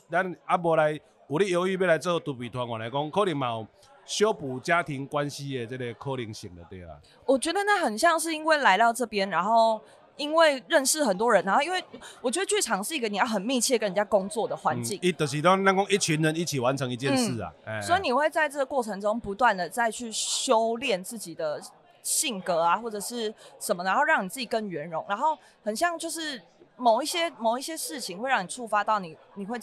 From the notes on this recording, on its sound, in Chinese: 不可能連吃尾牙也要錄Podcast。在尾牙現場把麥克風架起來！